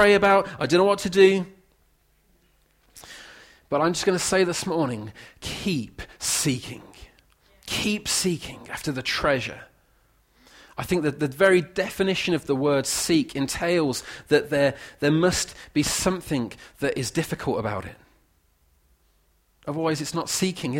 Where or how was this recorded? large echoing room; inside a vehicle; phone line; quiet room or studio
large echoing room